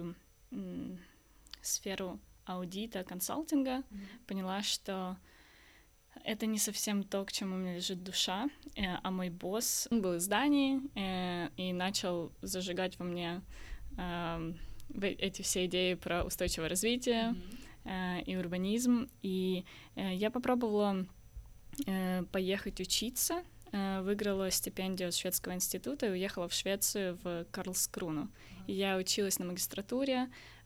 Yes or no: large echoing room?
no